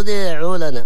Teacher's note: الضمة على العين فقط وليس على الدال، لأن الكثير يقرأها ادعوا لنا يعني يضم الكل الدال مع العين، لا، الإنسان يتدرب عليها ويلفظها بالشكل الصحيح.